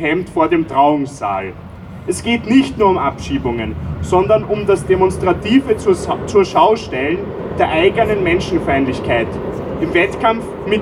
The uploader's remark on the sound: O-Ton Kundgebung „Bleiberecht für alle“. In Wien.